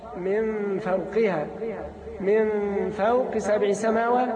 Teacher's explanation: فأطراف الأسنان العليا تنزل على باطن الشفة السفلى